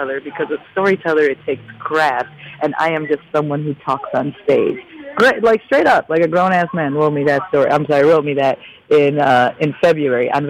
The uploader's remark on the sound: phoned